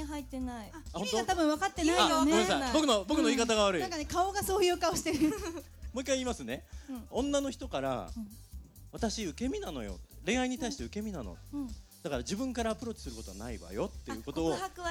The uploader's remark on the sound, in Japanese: 下北沢GARDEN『G!!!Spot FES Vol.1』にて公開収録。